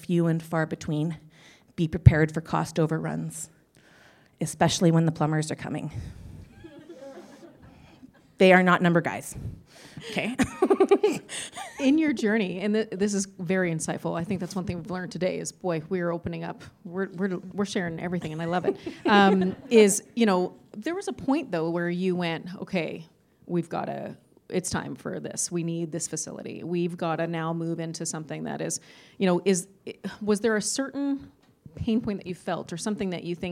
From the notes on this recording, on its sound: Achievement Awards Panel – Part 2 (2022 AWESOME Conference). Panel chat that was recorded live at the 2022 AWESOME Conference.